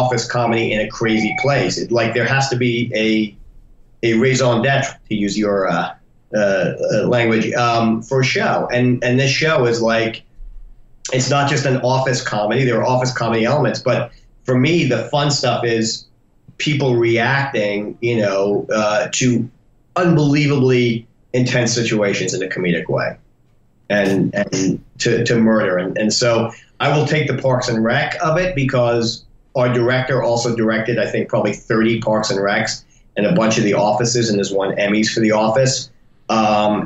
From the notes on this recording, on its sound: J'ai eu l'honneur d'interviewer via Skype. Mes excuses pour ma voix tremblante.